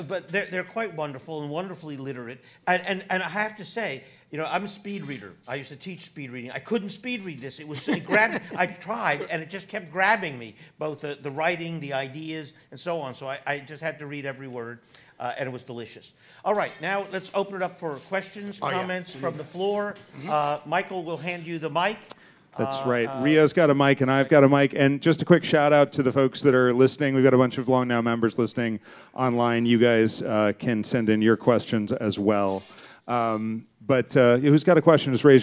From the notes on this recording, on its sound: As part of The Long Now Foundation's “Conversations at The Interval” Salon Talks. Recorded live at The Interval, our bar, cafe, & museum in San Francisco.